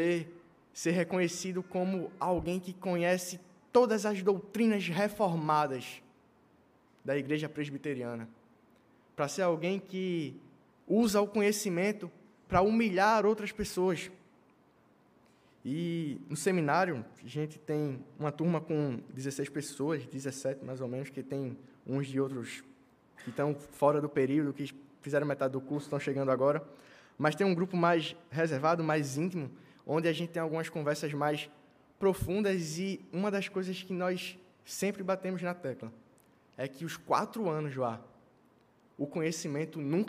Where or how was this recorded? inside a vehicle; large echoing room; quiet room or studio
large echoing room